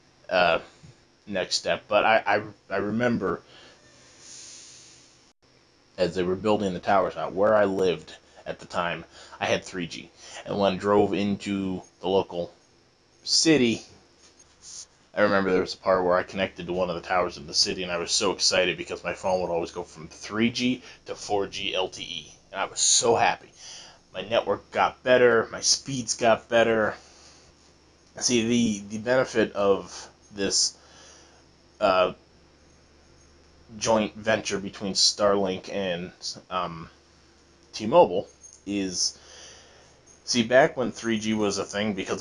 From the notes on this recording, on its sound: Sorry for the clipping. Not my normal gear.